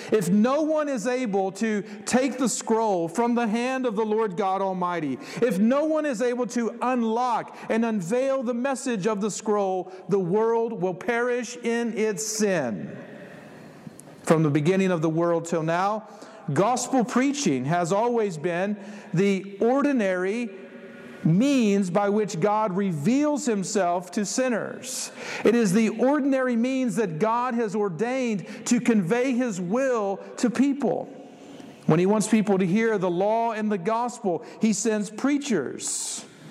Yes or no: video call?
no